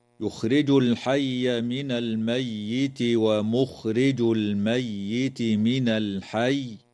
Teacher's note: تظهر لام التعريف في كلمة الحي في الموضعين